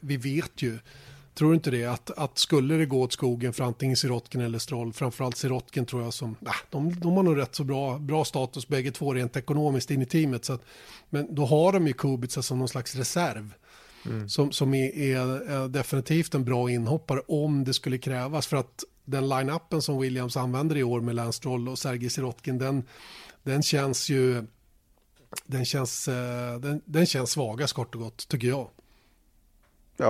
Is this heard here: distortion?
no